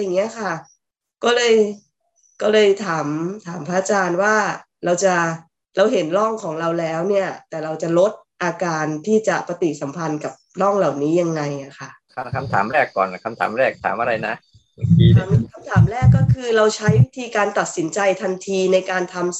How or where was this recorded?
video call